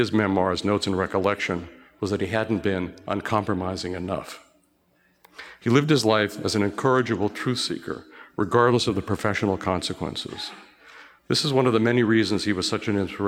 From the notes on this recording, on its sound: Recorded at the Mises Circle in Boston on the campus of Harvard University, on 1 October 2016.